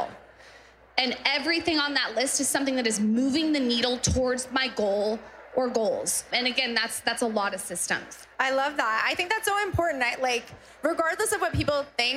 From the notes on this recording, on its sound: Live From Austin Pop-Up. On this special LIVE episode of WorkParty, we’re in Austin, Texas at our Pop-Up event.